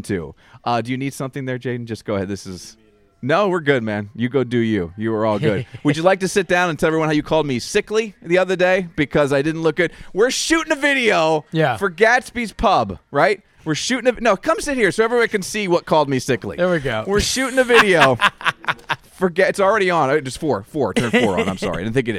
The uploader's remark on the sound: Live From SoulJoel’s at SunnyBrook.